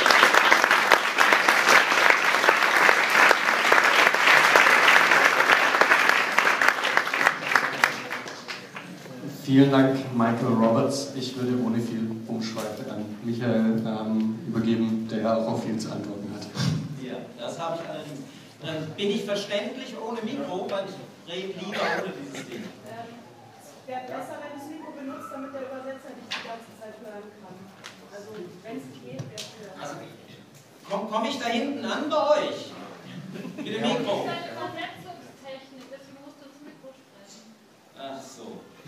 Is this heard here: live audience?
yes